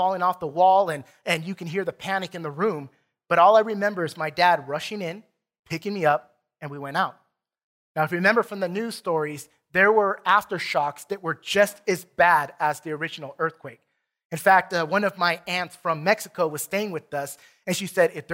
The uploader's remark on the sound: Recorded from South Gate Fellowship in Duncanville, TX on Sunday, September 5, 2021.